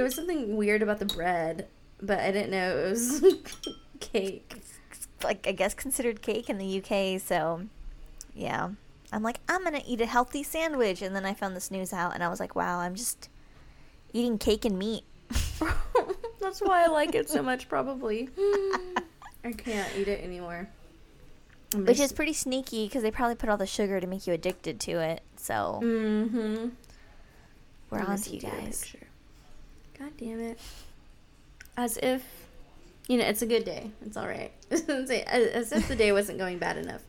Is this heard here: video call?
no